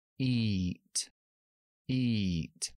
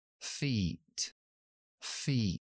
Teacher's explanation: I simplemente parecido a la i en castellano. I, pero mucho más largo.